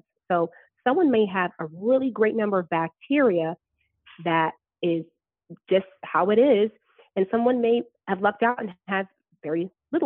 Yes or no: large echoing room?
no